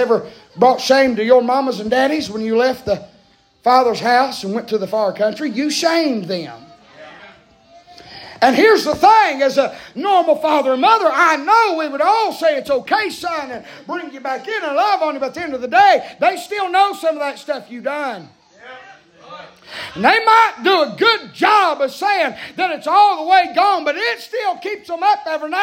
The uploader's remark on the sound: preaching live from Still Water Baptist Church